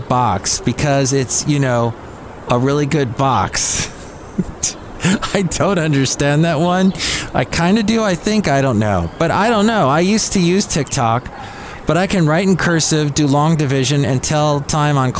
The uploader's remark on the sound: podcasts live from Cafe Anyway